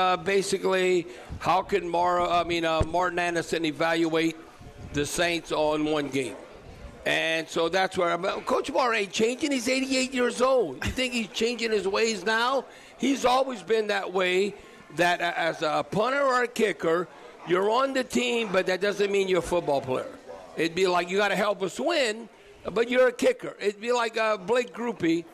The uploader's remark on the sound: Broadcasting LIVE at Rouses in Covington.